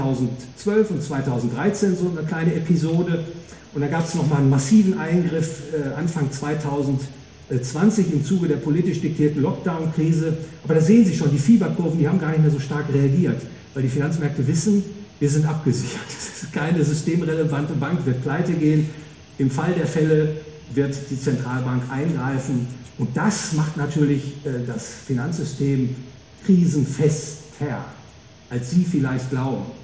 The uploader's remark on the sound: Gehalten auf der "World of Value". Frankfurt a.